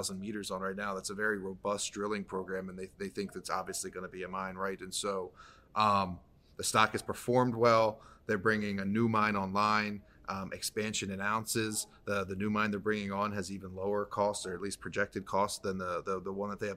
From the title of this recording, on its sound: Live from the NOIC